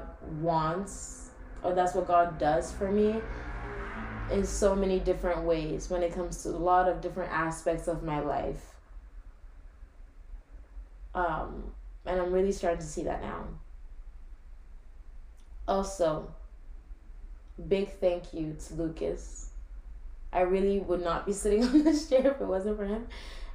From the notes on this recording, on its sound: so sorry for the audio on this - i made a big mistake in recording this (aka i recorded from like laptop mic instead of my actual mic)